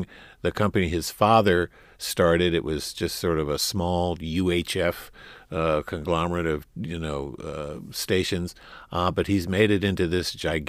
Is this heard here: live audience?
no